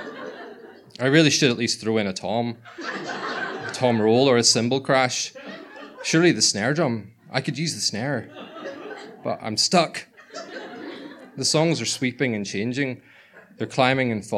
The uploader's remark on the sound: Recorded on 17 January 2024 in the Black Box, Belfast. Tenx9 is a live storytelling event where nine people have up to ten minutes each to tell a true story from their own life on a particular theme. It began in Belfast in 2011 in the Black Box.